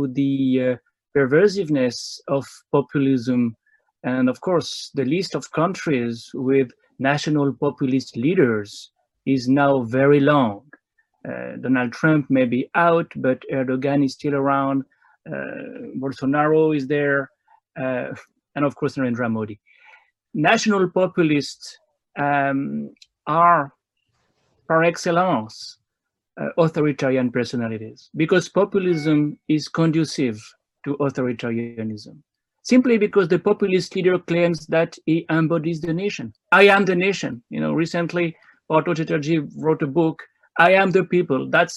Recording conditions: video call